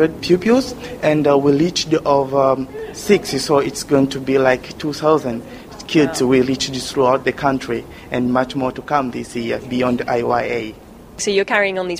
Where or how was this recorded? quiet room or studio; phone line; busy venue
busy venue